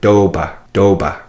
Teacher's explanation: And there's a good way, a good example word for seeing how we take the consonants, and if those consonants there, that T and that P are followed by a vowel, they make the sound D and B, as in the word doba, doba, which means belly button.